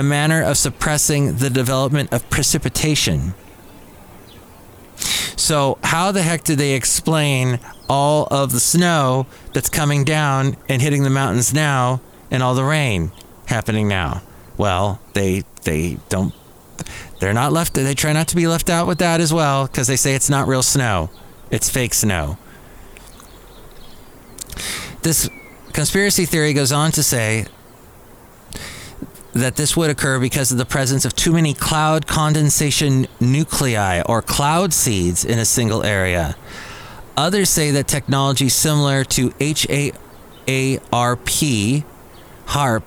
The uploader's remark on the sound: podcasts live from Cafe Anyway